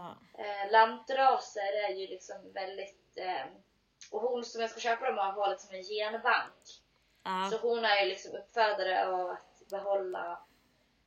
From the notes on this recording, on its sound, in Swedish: därav ljudet är lite lägre överlag och hennes inte är i bästa kvalité